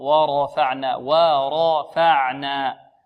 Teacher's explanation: لماذا فخمنا الراء؟ لأنها مفتوحة. · Term: مفخمة